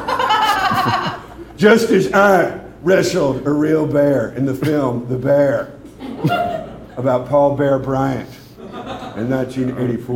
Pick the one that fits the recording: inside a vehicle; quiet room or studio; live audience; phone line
live audience